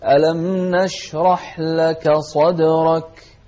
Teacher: الكاف هنا من أحرف الهمس، خاصة إذا كانت ساكنة تكون أكثر همسا